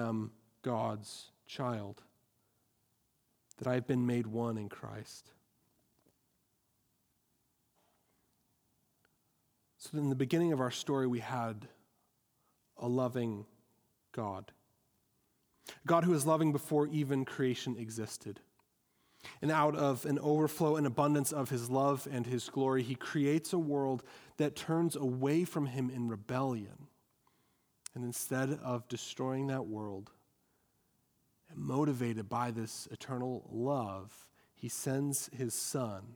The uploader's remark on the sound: at Our Saviour Evangelical Free Church in Wheeling, Illinois